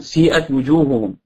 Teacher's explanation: ها الإشمام يعني كأن هناك جمع، هو النطق بالضم يعني بضمة أولا، لكن هذا النطق بالضم يعني ليس طويلا، ليس نطقا طويلا، وإنما هو نطق قصير جزء فقط، ثم نتبع هذا الجزء يعني وهذا النطق القصير بالضم بكسرة، نعم بكسر ولكن يعني بصورة طويلة يعني من النطق بالضم، يعني هذا يعني واضح مبثوث في علم القراءة.